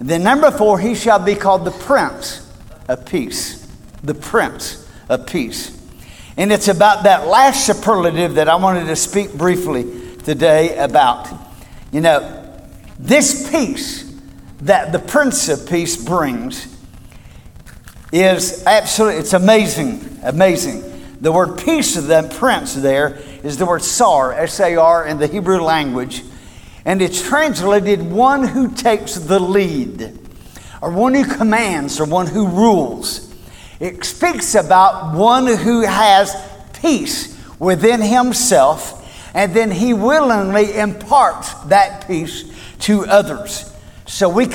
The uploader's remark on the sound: Recorded at Cornerstone Church